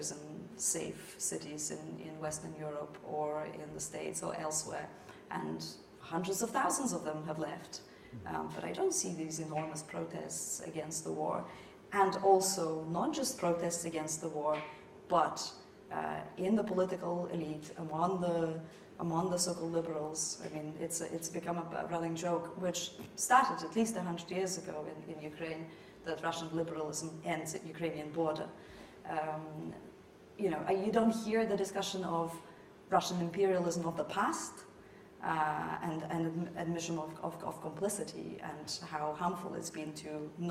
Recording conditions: live audience